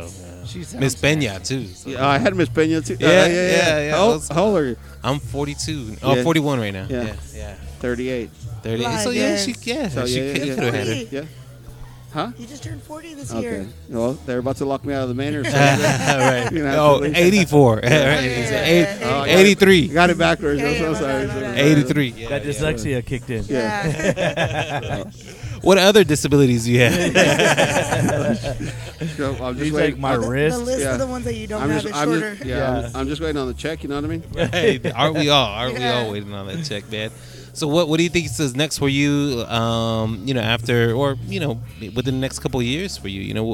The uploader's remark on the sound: on location at Whiskey River Saloon in downtown San Angelo, Texas.